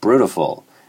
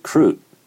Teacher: So beautiful, the yod in that, if it's rhoticized, is changing to an R. · Term: yod roticization